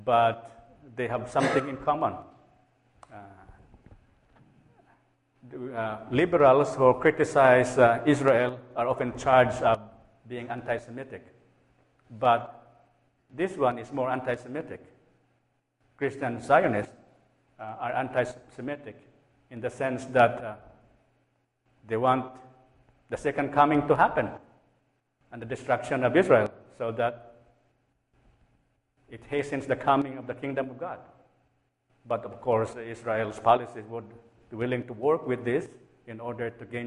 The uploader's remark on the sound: A lecture at Plymouth United Church of Christ, Eau Claire, Wisconsin, on July 22, 2012.